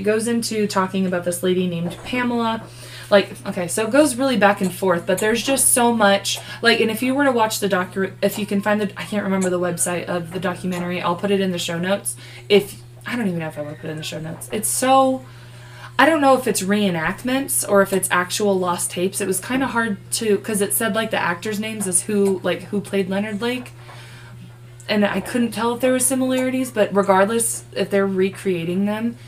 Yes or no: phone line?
no